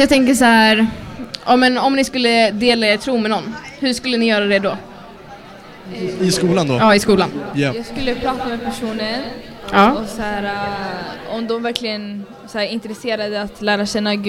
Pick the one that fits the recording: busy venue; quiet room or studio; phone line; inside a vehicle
busy venue